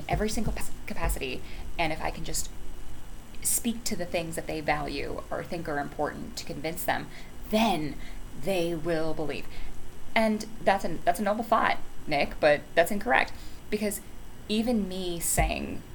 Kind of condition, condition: fault, background noise